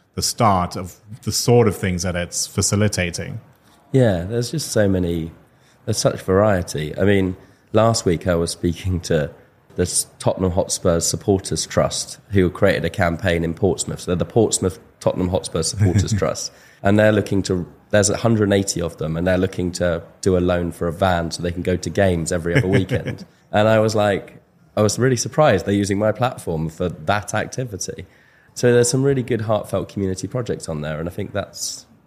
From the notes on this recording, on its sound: Recorded yesterday in front of live audience at Money2020 Europe.